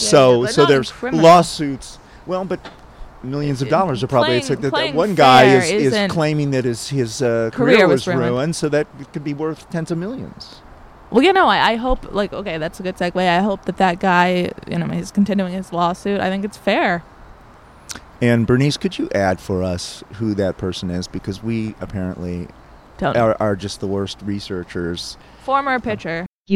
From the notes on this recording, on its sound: Cover the opening of the Washington Nationals Spring Training in person, recording LIVE from West Palm Beach, Florida for the first 3 games!